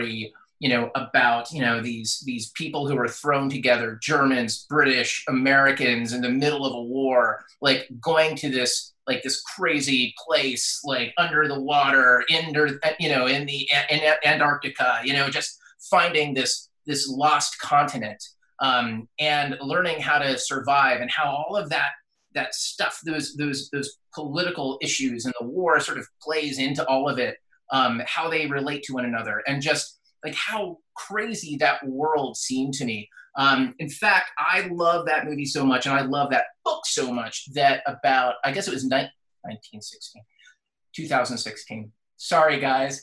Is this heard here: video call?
yes